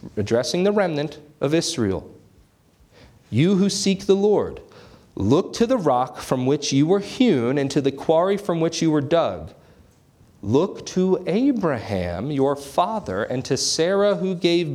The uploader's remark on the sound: This sermon was preached on January 21, 2024 at Antioch Presbyterian Church. At Antioch Presbyterian Church, a mission work of Calvary Presbytery of the Presbyterian Church in America located in Woodruff, South Carolina.